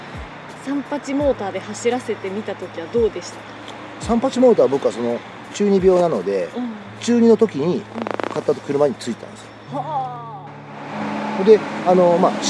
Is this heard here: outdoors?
yes